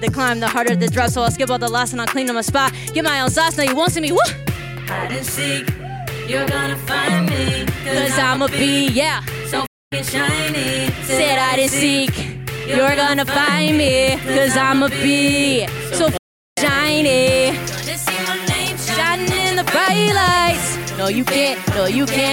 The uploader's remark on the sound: LIVE at Bub's Lower Level. With a live concert recorded on the day of the debut of her latest album. Decided to hold a celebratory party and concert at the basement level of Bubs Brewery.